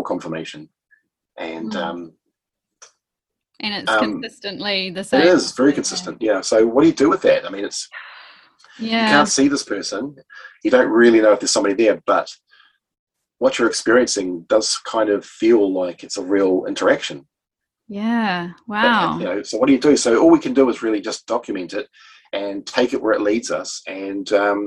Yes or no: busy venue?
no